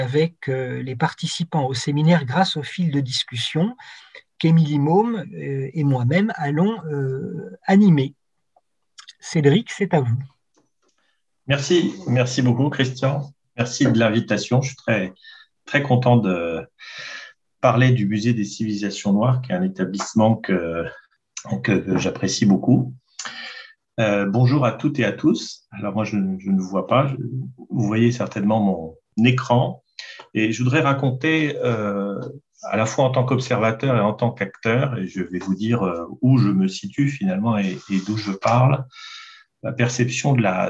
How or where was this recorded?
video call